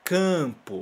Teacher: Esse A antes, né, do M, a gente também fala um som nasal